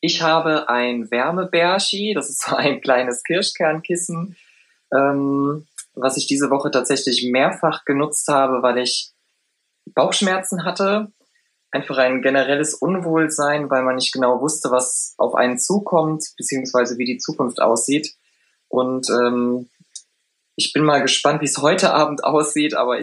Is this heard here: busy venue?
no